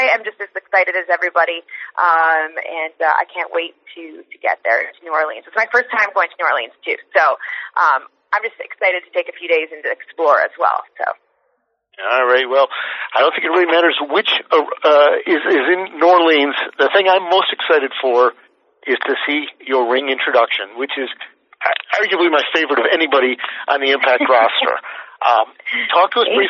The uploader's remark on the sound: IMPACT Wrestling Teleconference